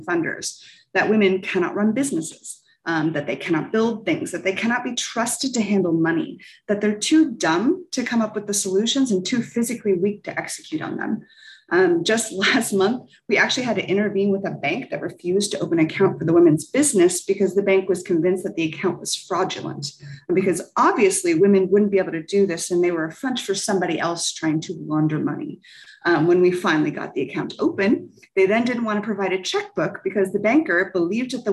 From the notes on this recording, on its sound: recorded on March 22, 2022, during a virtual event convened by the United States and Landesa on the margins of the 66th United Nations Commission on the Status of Women